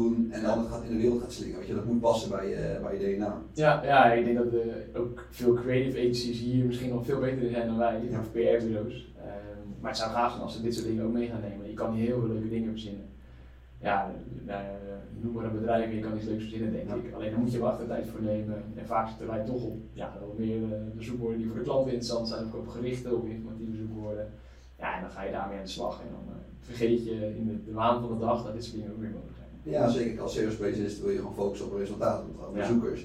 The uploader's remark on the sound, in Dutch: Helaas is er iets niet goed gegaan met de audio. Vandaar de lagere kwaliteit dan dat je van ons gewent bent.